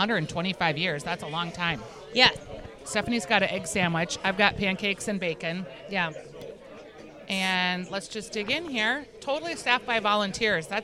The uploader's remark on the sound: Live from the Salem Dining Hall